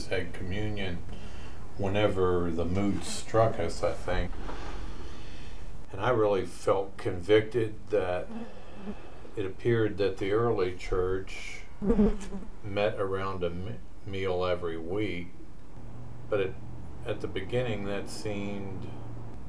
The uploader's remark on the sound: We are still new to recording a podcast so you may notice uneven sound, and background noise [Including a fly].